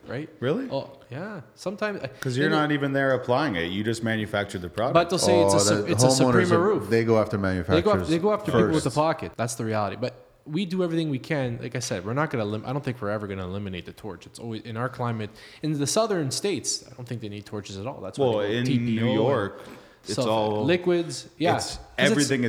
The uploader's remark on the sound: on location at Skyluxe Roofing workshop and breakroom